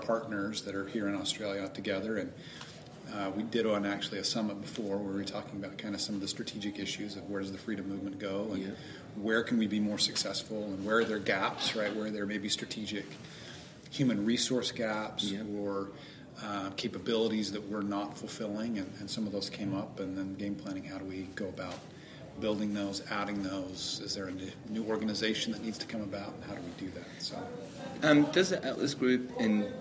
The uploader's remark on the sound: We are at the 2022 ALS Friedman Conference – Australia’s biggest and best pro-liberty conference.